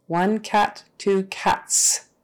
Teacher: The key is, if the word ends in an unvoiced consonant like T for a plural noun, you're going to say cats with an S. Since T is unvoiced, the S is going to be unvoiced.